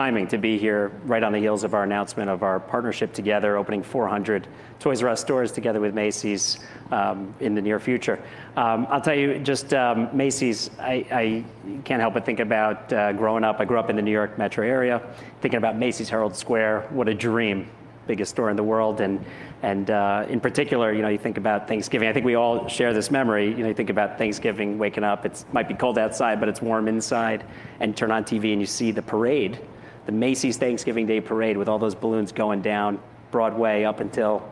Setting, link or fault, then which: setting, busy venue